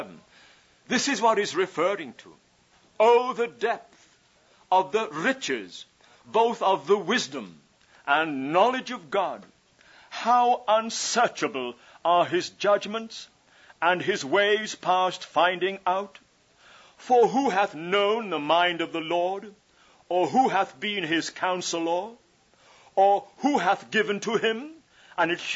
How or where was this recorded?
large echoing room